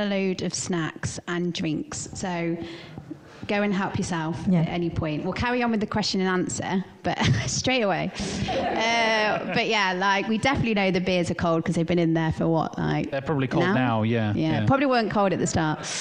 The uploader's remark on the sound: Live recorded during brightonSEO. To do a live podcast the night before brightonSEO. Instead of recording in our bedrooms*, we recorded a podcast in front of a live audience. The audience was part of the show, as they asked questions and shared their own experiences and tips.